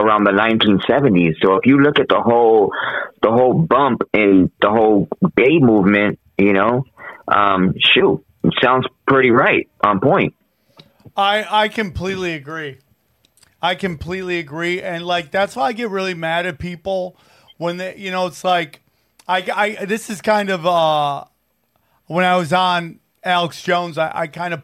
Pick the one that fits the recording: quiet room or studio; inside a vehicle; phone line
phone line